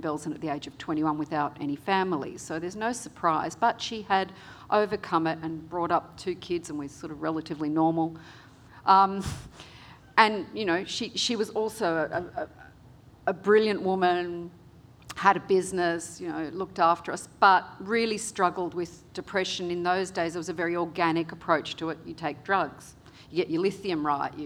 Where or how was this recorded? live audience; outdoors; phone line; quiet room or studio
live audience